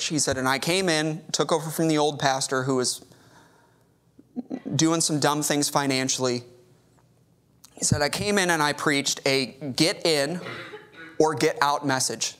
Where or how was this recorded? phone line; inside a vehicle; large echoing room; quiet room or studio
large echoing room